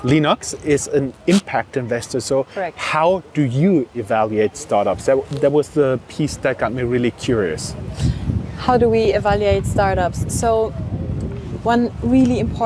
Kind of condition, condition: setting, outdoors